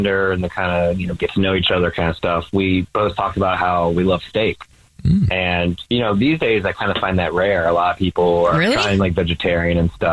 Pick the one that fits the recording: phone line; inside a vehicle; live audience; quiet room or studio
phone line